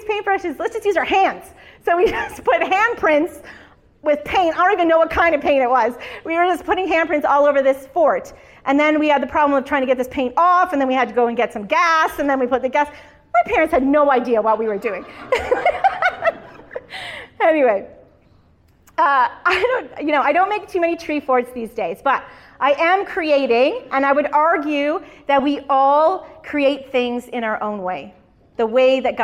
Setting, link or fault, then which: setting, large echoing room